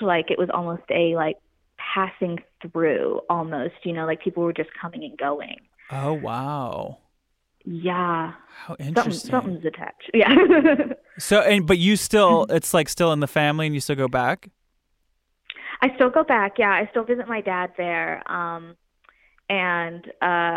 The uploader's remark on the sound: Listener Phone Call